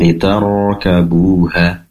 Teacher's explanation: Kemudian ditarkabuha, pastikan ro sukun yang didahului oleh fathah ini ditebalkan dengan cara mengangkat pangkal lidah ke atas. Ditarkabuha.